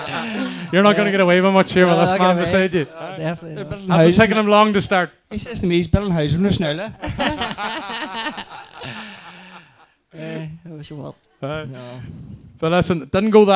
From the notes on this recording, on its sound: Live from St Eunan's GAA club, organised by Ronhill Rallying in aid of the Letterkenny Community Creche.